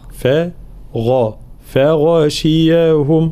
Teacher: طبعا قلنا الغين من حروف الاستعلاء مفخم، فلا نقول فغاشياهم، لا فغا فغاشياهم هكذا.